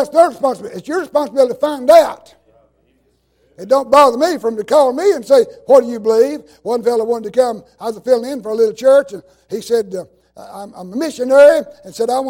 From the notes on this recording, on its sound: in revival service at Calvary Baptist Church of Kingston, Tennessee.